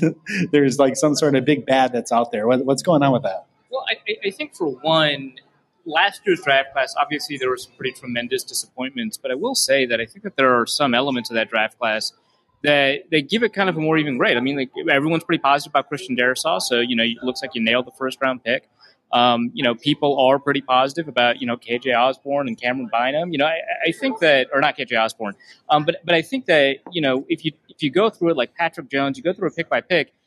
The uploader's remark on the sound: Live from Lake Monster Brewing beer hall. Live from Lake Monster Brewery in the first live show for the 2022 campaign.